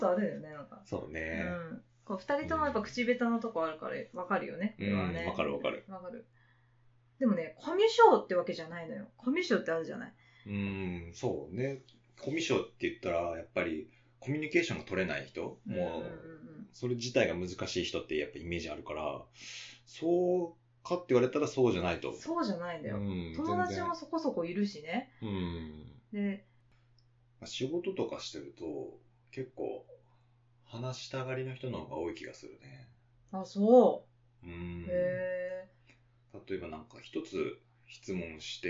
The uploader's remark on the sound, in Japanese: ポットキャストを始めるにあたり始めて収録しました。初収録にあたりお聴きづらいと思います。